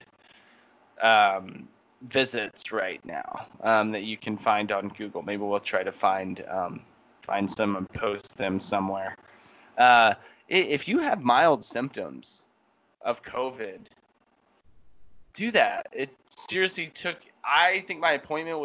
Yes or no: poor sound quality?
yes